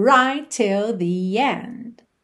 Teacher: Right, termina em T, till, começa em T, você, claro, vai fazer um T só.